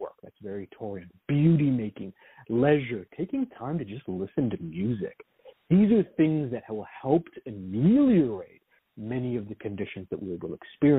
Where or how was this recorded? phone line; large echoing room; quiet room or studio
phone line